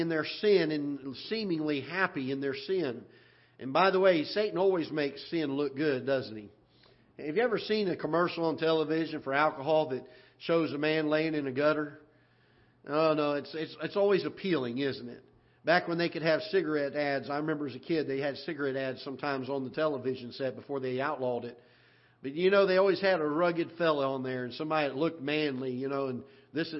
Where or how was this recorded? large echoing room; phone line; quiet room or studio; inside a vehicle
large echoing room